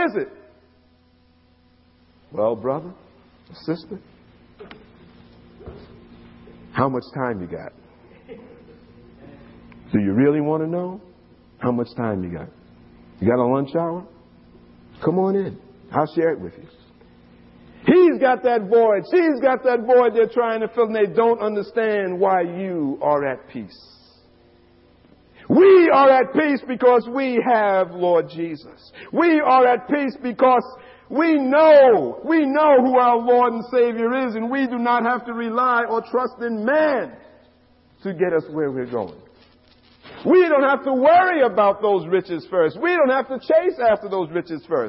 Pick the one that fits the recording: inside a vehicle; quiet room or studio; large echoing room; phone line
large echoing room